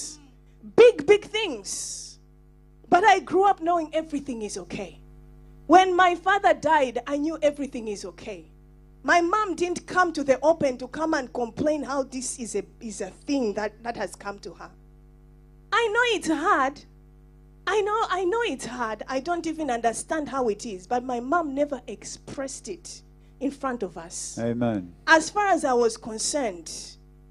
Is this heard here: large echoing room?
yes